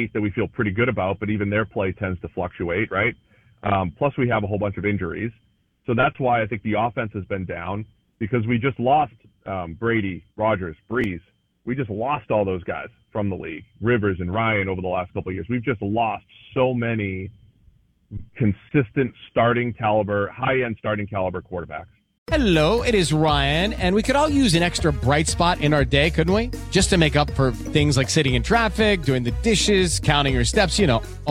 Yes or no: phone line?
yes